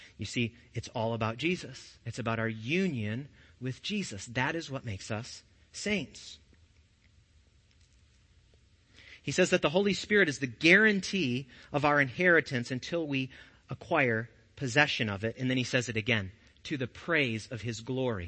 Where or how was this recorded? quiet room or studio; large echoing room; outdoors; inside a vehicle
large echoing room